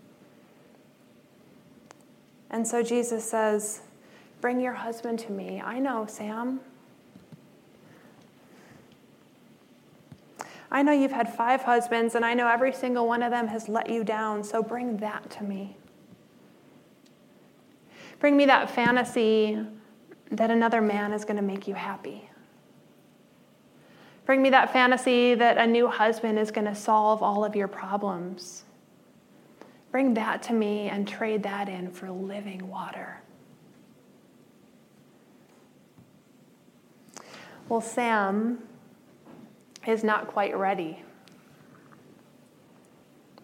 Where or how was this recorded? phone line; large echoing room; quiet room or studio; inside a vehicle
large echoing room